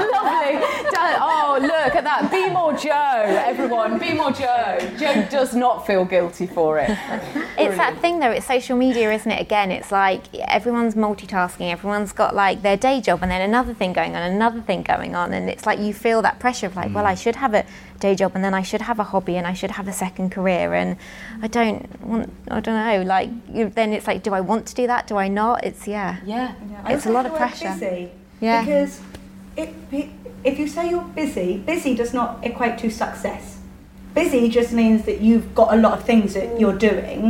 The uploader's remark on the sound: Following Wobble Live at Byrdie HQ in Central London. Wobble listeners and Byrdie super fans asked questions.